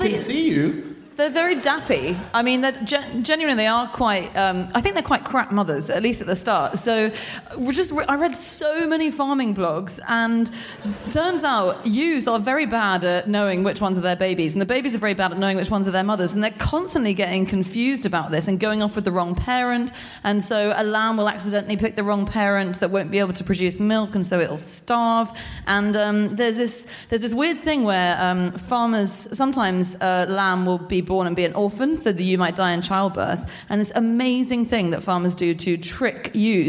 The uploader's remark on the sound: Live (partly at least) from the Wellington Opera House